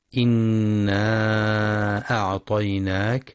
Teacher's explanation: لغنة النون المشددة في إنا وللمد المنفصل إنا أعطيناك، حيث يمد 4 أو 5 حركات، كما يراعى ترقيق الهمزة في أعطيناك.